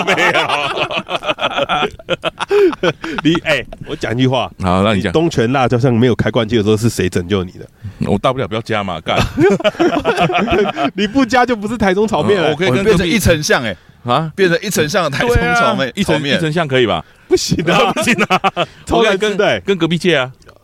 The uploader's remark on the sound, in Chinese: 這次我們嘗試在野外露營+錄音但沒有露出。並且在大自然的薰陶中跟大家分享我們的旅程。